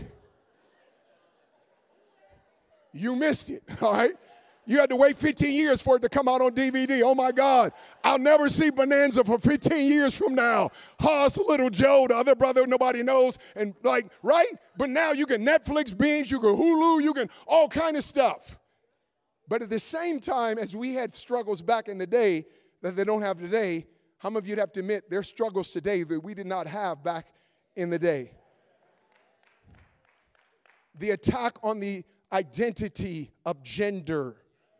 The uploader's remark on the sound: at the 2023 EQUIP Conference on April 21, 2023 at 3:00pm